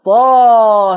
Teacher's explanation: فتقرأ طه مش طه هي كده تقليل كده غلط، طه إمالة كبرى